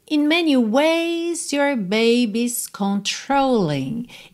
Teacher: Esse in do começo você quase não ouve